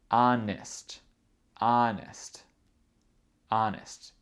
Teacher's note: il y a aussi un accent tonique sur le premier syllabe. Le premier syllabe est plus fort que les autres syllabes.